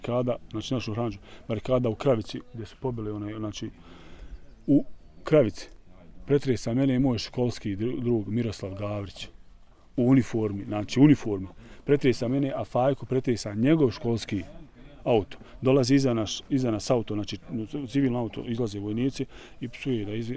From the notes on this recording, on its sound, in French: a été enregistré lors de la Marche pour la Paix, en Juillet 2015, dans la montagne de Kamensko au dessus de Srebrenica, devant sa maison.